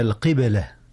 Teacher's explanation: القبلة هنا قلقلة، قلقلة الباء، إذ الباء ساكنة